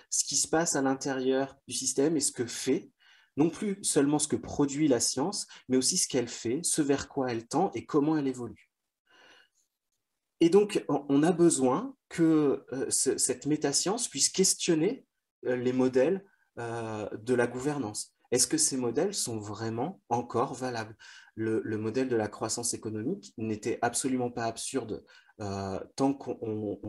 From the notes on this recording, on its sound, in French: Visio-conférence du collectif Culture Santé